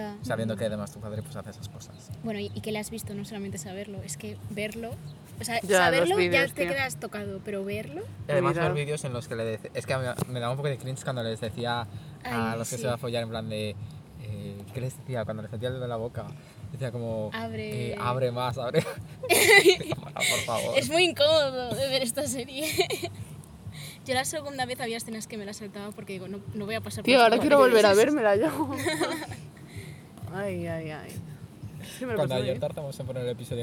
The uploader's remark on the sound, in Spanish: Episodio grabado en el parque.